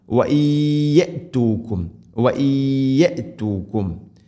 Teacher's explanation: വൽ ഉദ്വാൻ വയ്യതുക്കും സാക്കിന നൂന് ശേഷം യാ ഇദ്ഗാം ബിഗുന്ന വയ്യതുക്കും വയ്യതുക്കും. നൂനിനെ യായിലേക്ക് ഇദ്ഗാം ചെയ്ത് മണിച്ചുകൊണ്ട് ഉച്ചരിക്കണം